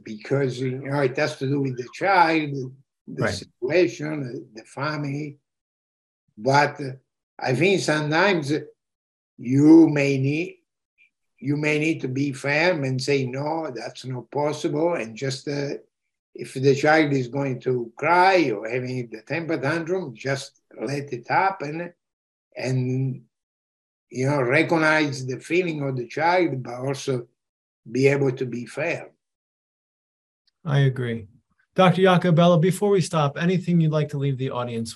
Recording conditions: video call